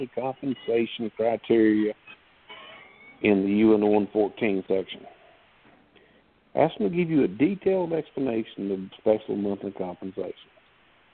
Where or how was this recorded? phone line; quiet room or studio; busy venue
phone line